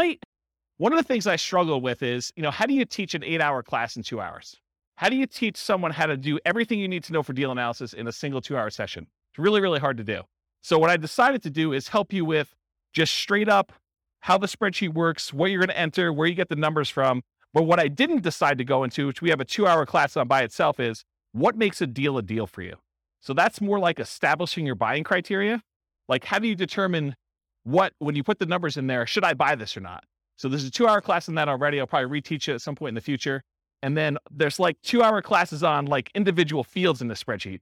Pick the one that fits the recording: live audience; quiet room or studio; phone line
live audience